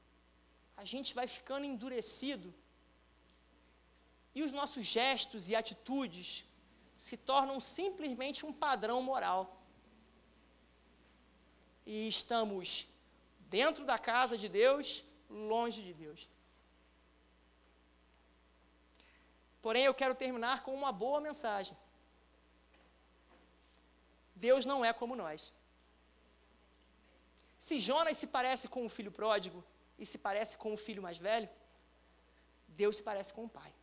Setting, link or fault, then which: setting, large echoing room